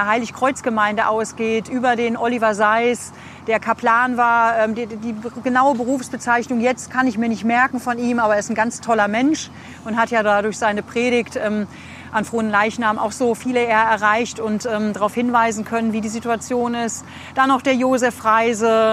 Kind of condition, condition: setting, outdoors